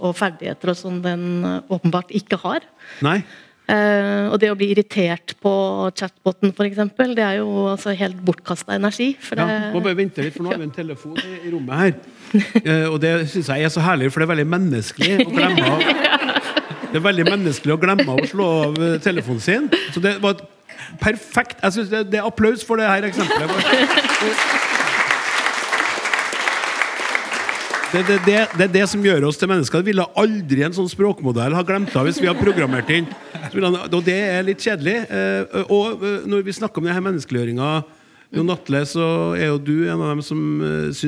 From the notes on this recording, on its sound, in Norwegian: Live fra Trøndelag Teater